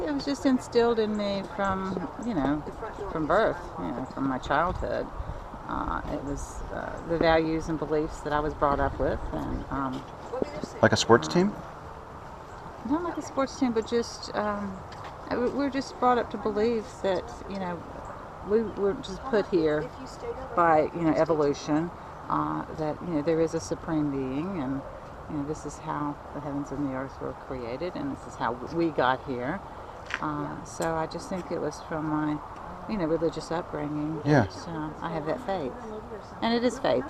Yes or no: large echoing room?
no